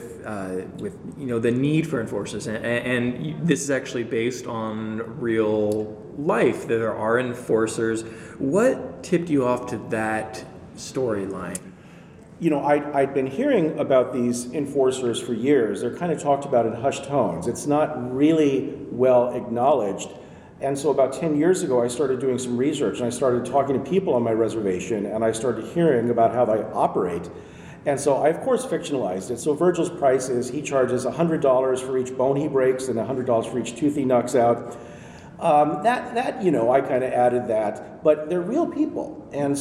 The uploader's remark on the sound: LIVE from PLA 2020!